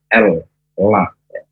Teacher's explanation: huruf lam, makhrajnya ujung lidah ke kunci atas